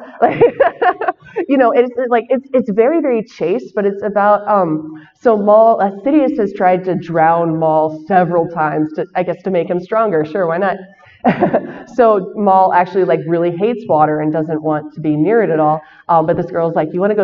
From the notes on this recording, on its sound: shares her panel from Celebration Chicago